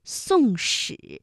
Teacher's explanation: 它的声母呢，分别是思和诗，这是平舌音和卷舌音之间的连读